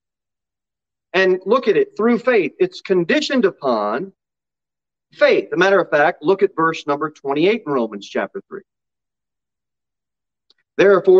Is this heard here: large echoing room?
yes